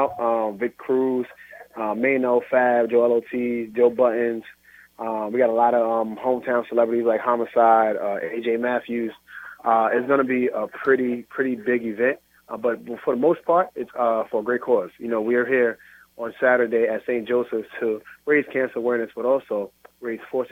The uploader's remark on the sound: called